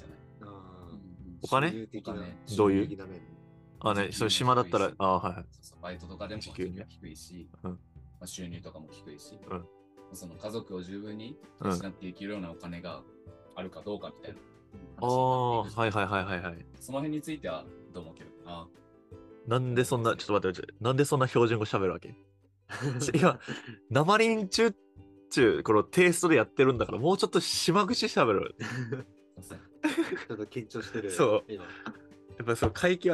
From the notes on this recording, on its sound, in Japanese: 音声が大変聞き取りづらくなっております